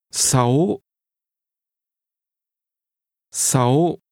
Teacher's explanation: 6 is pronounced with a high rising tone.